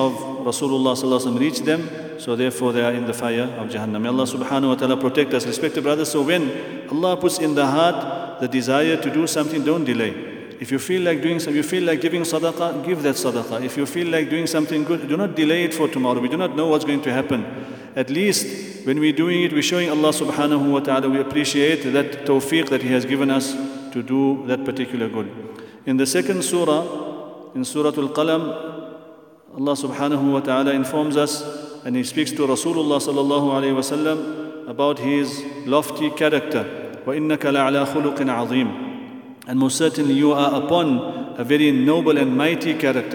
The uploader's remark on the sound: at the Houghton Masjid (West Street)